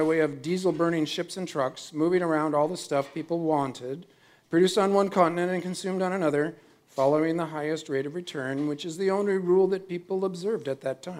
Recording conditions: busy venue